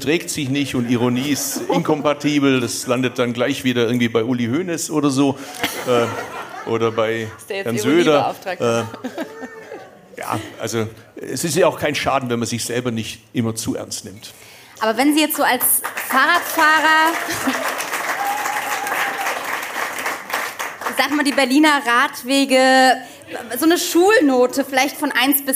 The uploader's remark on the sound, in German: Aufgezeichnet auf der Eat Berlin. In die Bar jeder Vernunft geladen. Während der Regen auf das Dach prasselte, war das Spiegelzelt in Kerzenschein getraucht.